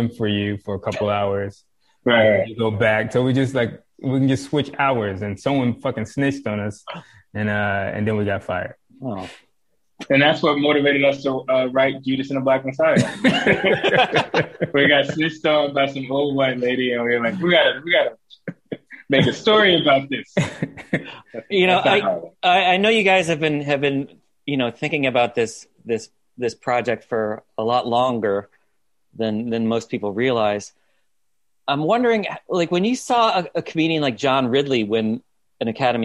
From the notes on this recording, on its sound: joined me over Zoom